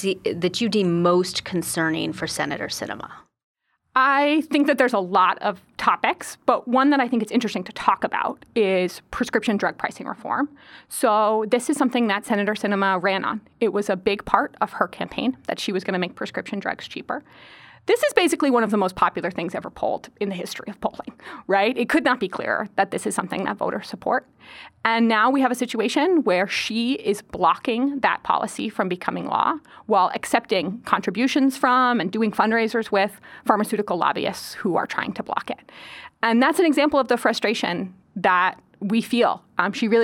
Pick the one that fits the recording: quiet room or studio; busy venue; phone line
quiet room or studio